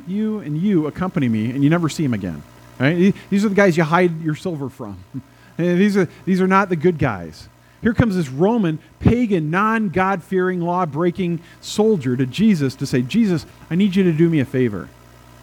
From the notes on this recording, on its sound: at First Presbyterian Church in Pine City, Minnesota, on April 24, 2022